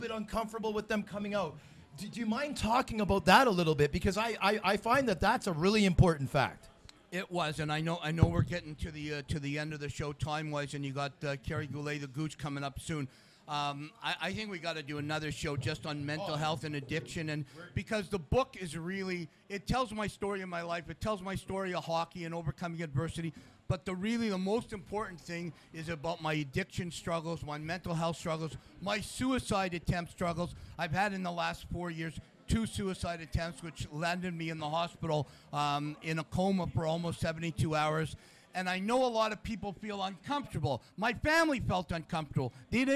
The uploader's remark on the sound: Live taping at Bottomline Sports Bar